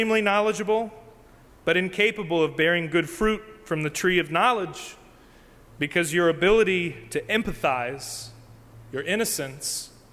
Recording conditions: large echoing room